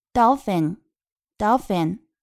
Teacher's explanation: just like me and you.好，那么这个地方要注意海豚它的发音。那么 o 发的是短音 o，那么 l 发的是它的模糊音，卷舌不发出来。doll，那么后面的 ph 发的是 f 的音，那么后面还有一个 n，那么就是 i 发短音 e 的情况。 dolphin，dolphin，重音在前面。 · IPA: ˈdɔlfɪn